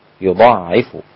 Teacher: الإمام أبو جعفر بالتشديد مع حذف الألف